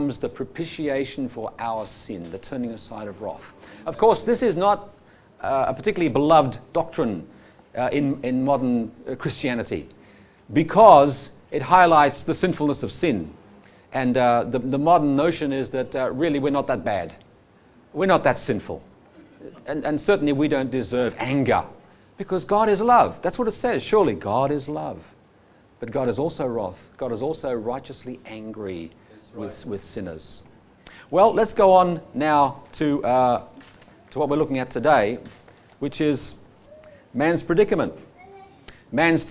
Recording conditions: live audience